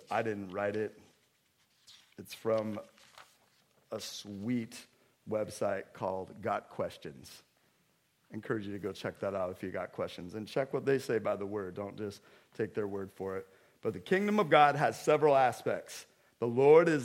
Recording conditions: large echoing room